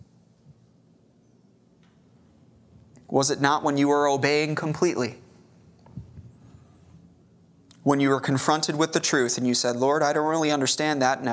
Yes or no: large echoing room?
yes